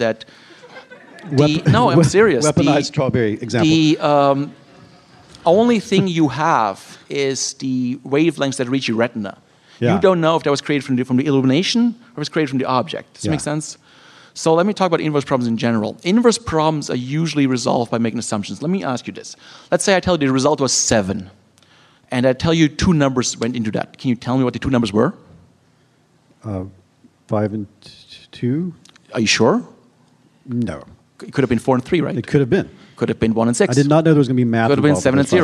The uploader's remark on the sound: Live in New York, at The Be…